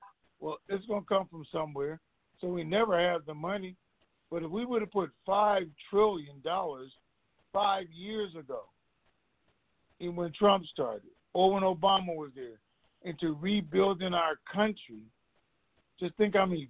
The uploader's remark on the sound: TNTSuperfantastic Conference Call